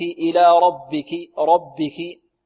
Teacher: الراء هنا في ربك مفخمة، لأن الراء تفخم إذا كانت مفتوحة